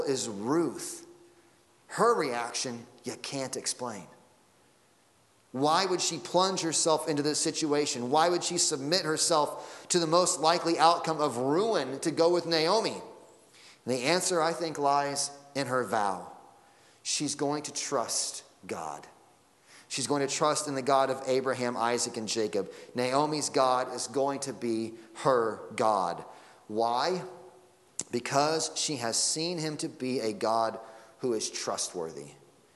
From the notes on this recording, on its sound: Sunday Morning Sermon Audio.